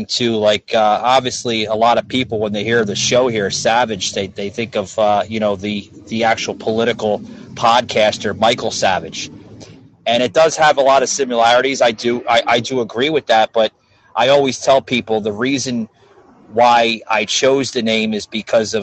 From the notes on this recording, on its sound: is being recorded at Coconuts on the Beach in The Space Coast area of Florida